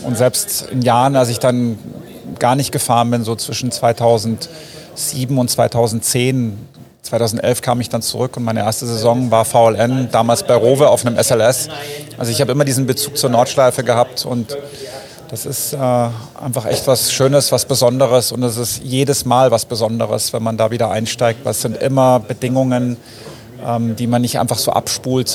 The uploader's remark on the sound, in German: Live von der Rennstrecke!